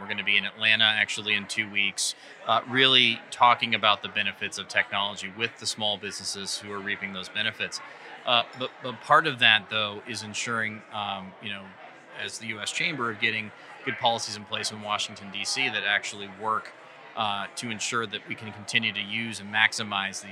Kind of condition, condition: setting, busy venue